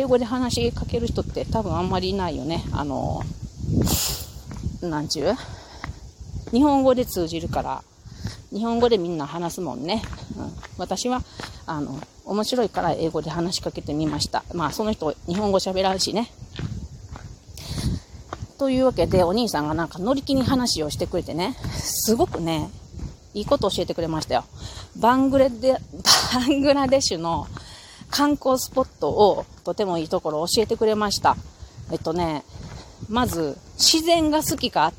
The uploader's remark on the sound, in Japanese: 金華山を歩きながら。